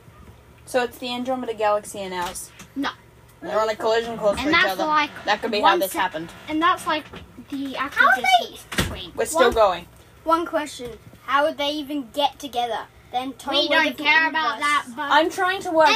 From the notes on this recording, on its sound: It’s basically us just having a very heated discussion. Headphone users, I am very sorry for the noise.